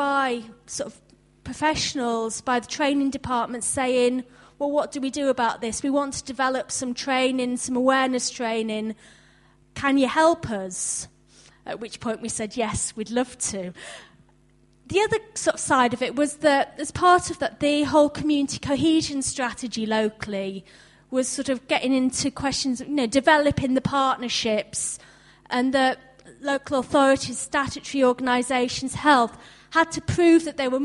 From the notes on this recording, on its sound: From our conference in Bradford in 2009